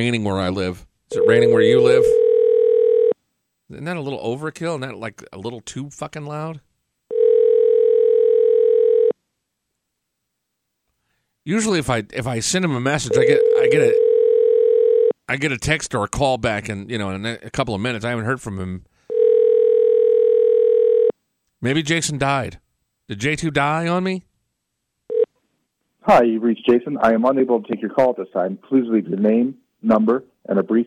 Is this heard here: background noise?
no